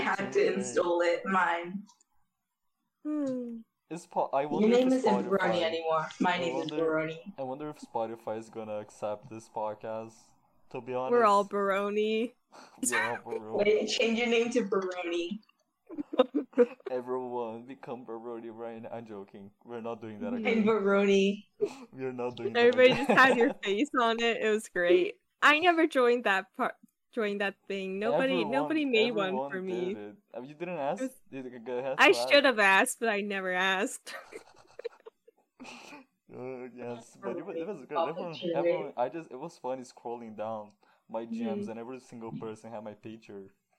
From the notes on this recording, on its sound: I just realized my mic was low af wtf guys come.